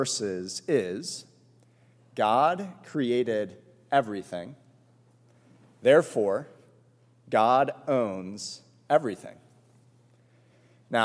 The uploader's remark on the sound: This sermon was preached at All Souls Presbyterian Church on May 8